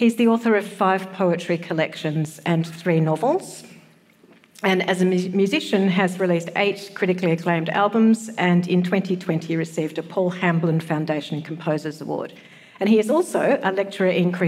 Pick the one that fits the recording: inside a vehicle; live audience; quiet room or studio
live audience